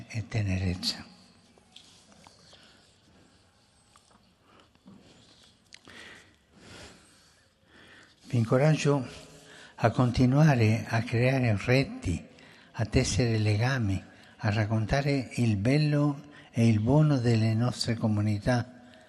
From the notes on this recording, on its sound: FROM THE PAULVI HALL